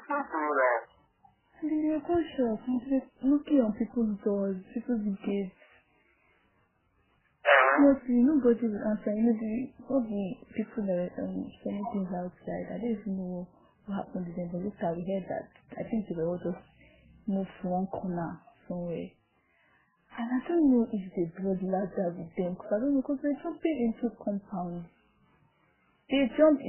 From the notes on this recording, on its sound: the recordings sound a likku bad and it's my fault.